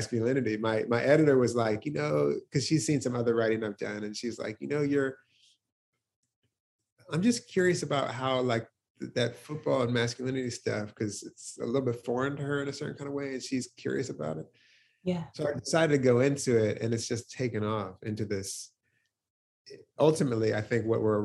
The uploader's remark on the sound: Recorded over Zoom